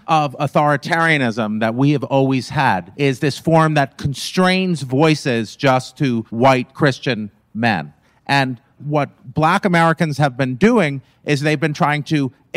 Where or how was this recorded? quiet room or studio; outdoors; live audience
live audience